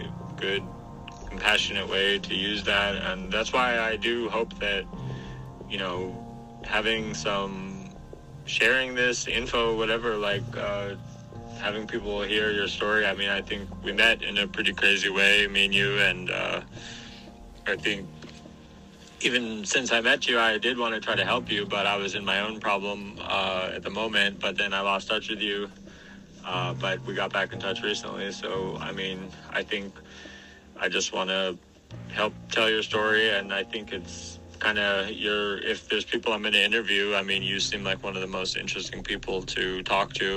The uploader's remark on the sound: In this recording I had a talk with my friend in Yemen. Calls are blocked but we could record it with voice messages on WhatsApp.